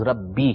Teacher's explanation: یہ مجہول انداز میں نہیں پڑھیں گے، اس کو امالہ کرنا کہتے ہیں کہ ربے کر کے پڑھیں، یہ نہیں پڑھا جائے گا.